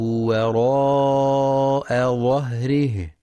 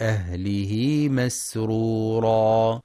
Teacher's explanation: وينتبه لترقيق الهاء وهمسها في كلمتي ظهره وأهله، وإثبات مد الصلة الصغرى وصلا، ولقلقلة الدال في كلمة يدعو.